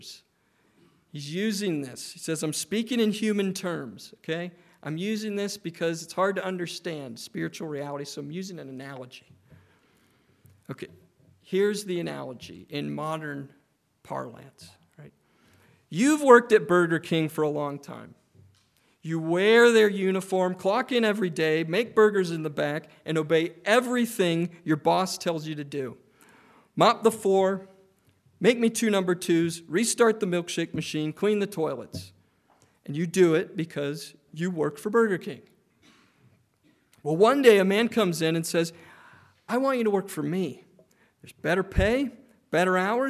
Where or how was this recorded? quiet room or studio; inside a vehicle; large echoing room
large echoing room